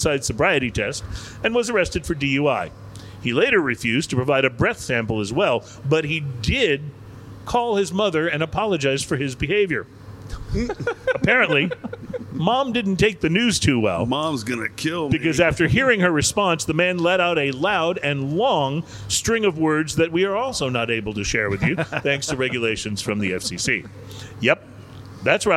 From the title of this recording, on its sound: On Location At Cigars International!